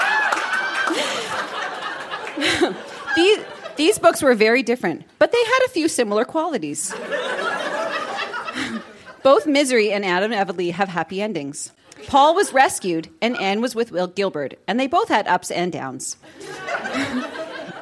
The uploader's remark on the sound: Recorded live at TWH Social in Kitchener.